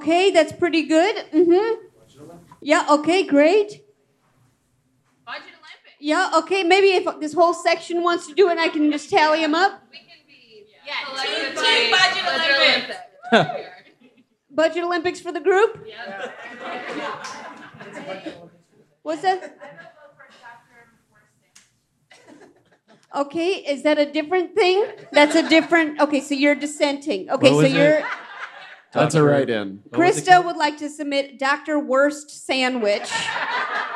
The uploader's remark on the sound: LIVE from Housing Works Bookstore in New York City